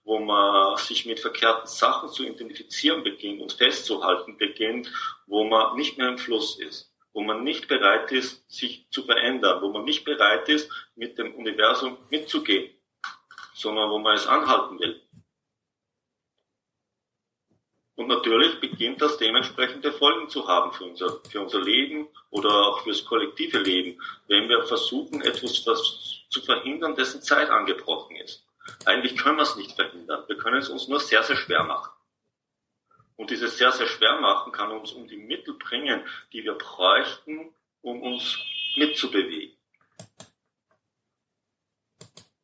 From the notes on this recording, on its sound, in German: Dies ist ein Mitschnitt aus einem Online Seminar.